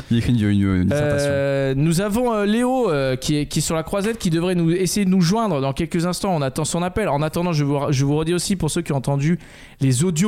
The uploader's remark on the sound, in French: Propose une émission quotidienne en direct depuis le festival de Cannes. Depuis la croisette.